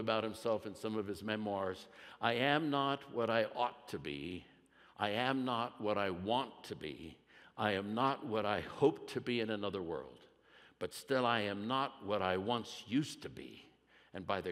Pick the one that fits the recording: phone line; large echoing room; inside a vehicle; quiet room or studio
large echoing room